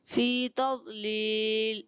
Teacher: ضاد میں کلکلا نہیں کریں گے